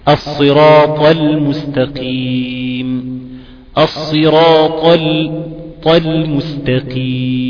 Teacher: عندك حرف الطاء ده حرف مفخم او مستعلن مطبق في اطباق، ما ينفعش يا اخي الكريم انك تقول الصراط عشان بعضها اللام المفخمة عايز ترقق اللام كويس، لا انت هتفخم للطاء وهترقق للام